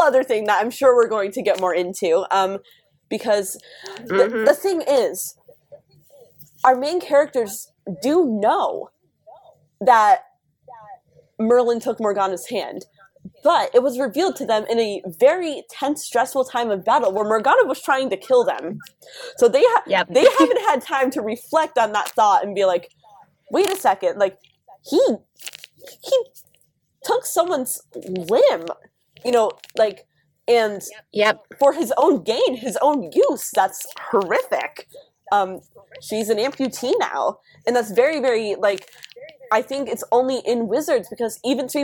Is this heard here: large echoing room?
no